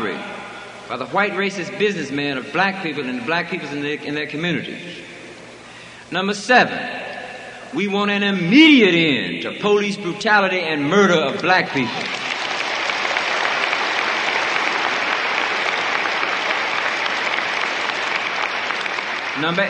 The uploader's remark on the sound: At Free Huey Rally